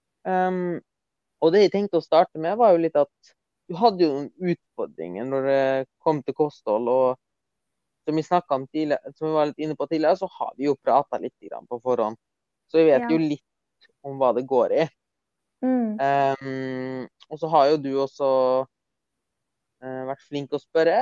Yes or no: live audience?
no